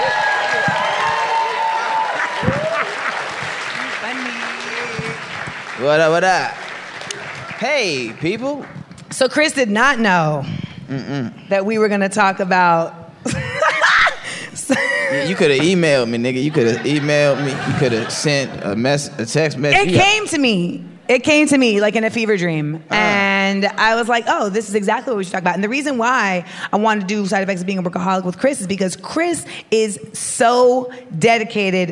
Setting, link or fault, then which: setting, live audience